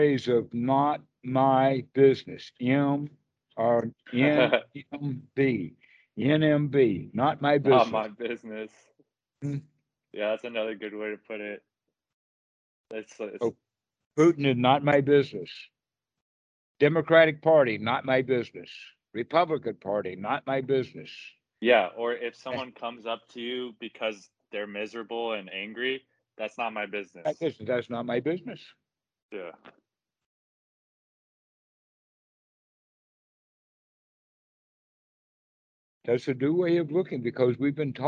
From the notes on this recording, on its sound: Skype calls. The date in the title indicates the date the call was recorded.